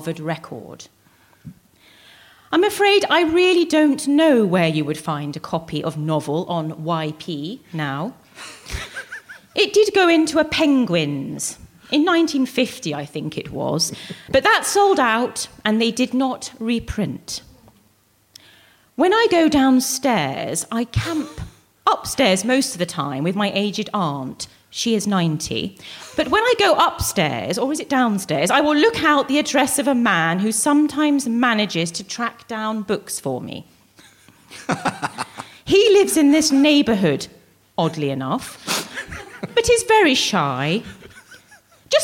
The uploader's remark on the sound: Recorded live at the Durham Book Festival 2016.